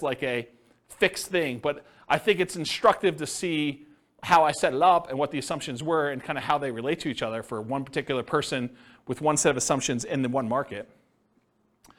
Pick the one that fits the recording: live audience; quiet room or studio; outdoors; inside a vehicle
live audience